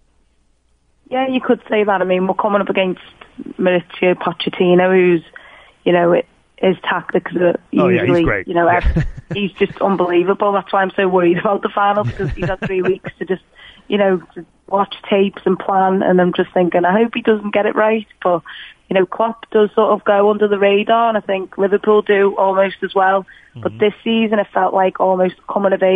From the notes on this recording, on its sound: calls